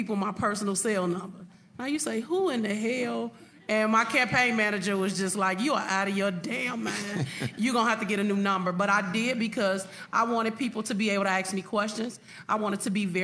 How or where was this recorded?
live audience